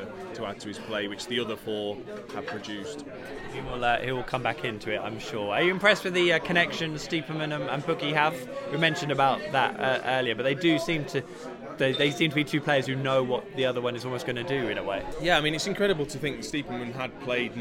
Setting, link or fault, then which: setting, busy venue